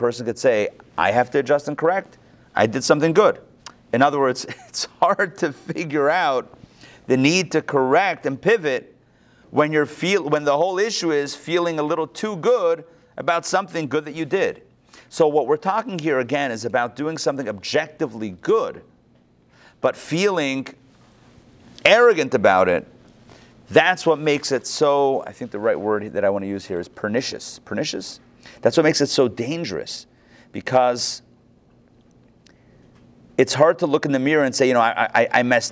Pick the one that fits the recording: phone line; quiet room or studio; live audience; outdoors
live audience